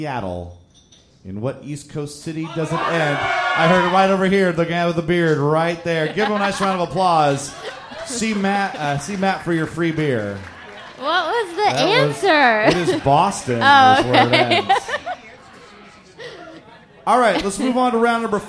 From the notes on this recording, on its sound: Live at the Skylark! Our first live episode!